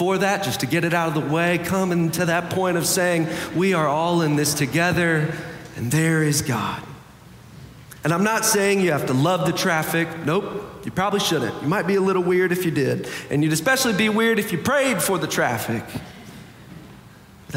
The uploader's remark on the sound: Preached on February 5, 2023 for our Sanctuary and MorningSong Worship Services.